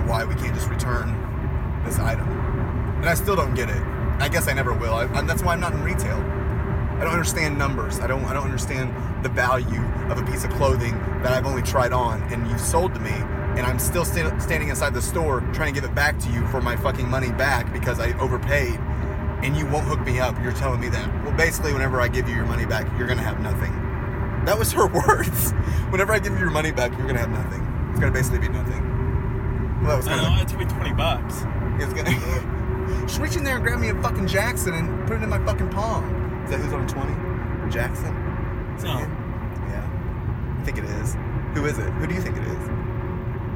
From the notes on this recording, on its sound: roll home from a shopping trip on the west side and record their conversation the entire time